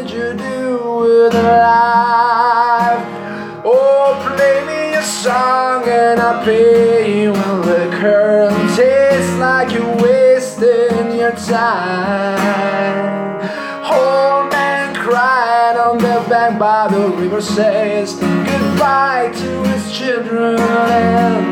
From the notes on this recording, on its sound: Here's a bunch of songs I've recorded during these last years through my smartphone, just for fun. Home recording only, no mix, no further post-production, just lo-fi acoustic recordings.